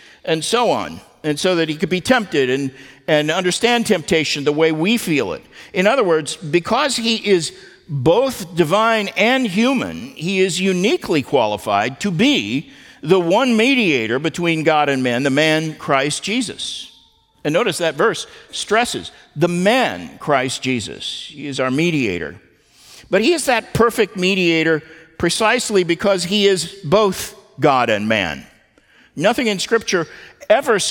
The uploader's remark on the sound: at the Founders "Remember Jesus Christ" national conference in Southwest Florida